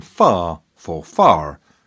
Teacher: the dropping of R's, as in far for far